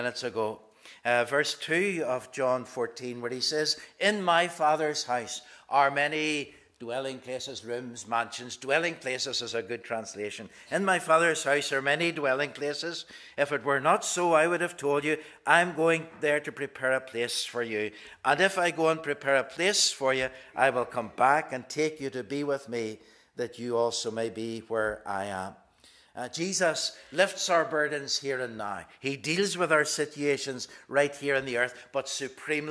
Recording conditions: large echoing room